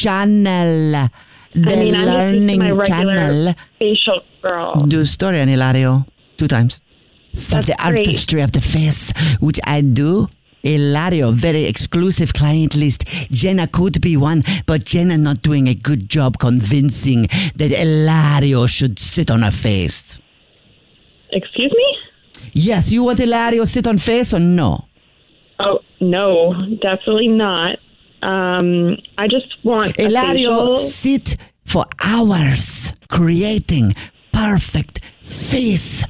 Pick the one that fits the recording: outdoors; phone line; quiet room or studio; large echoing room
phone line